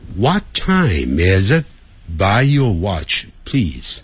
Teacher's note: 前面两个问句它是不需要上扬的，因为他们是用 what 开头